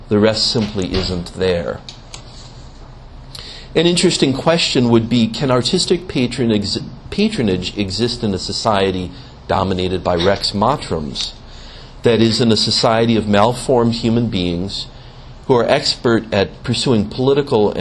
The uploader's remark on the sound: gave a lecture as part of the Beato Fra Angelico Fine Arts Series